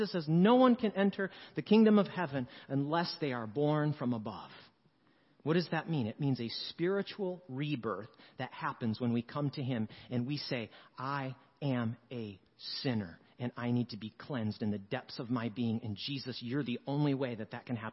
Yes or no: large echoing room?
yes